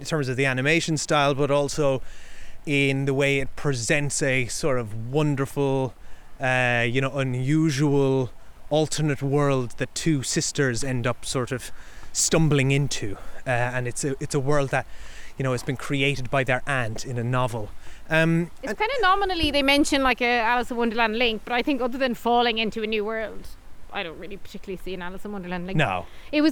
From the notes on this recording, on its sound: We take a non-spoiler walk to chat about all the movies we saw at the 68th Cork International Film Festival.